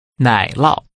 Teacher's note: a falling rising and a falling tone.